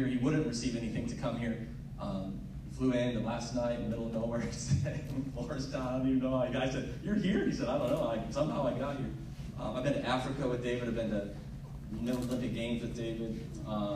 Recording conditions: live audience